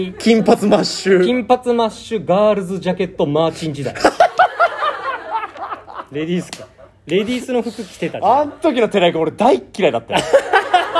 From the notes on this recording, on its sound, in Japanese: 09/12(日)にRadiotalk本社にて行われた公開収録。